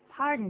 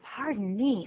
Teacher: Pardon me 有另外一个用法，就是 pardonme，我很抱歉。那样的话，音调就要下降了。 · Shown in: second take